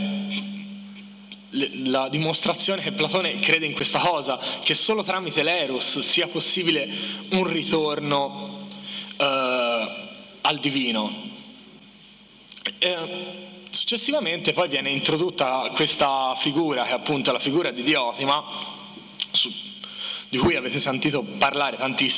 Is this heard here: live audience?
yes